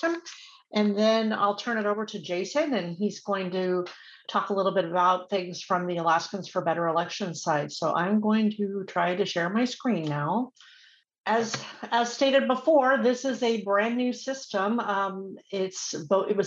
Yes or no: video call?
yes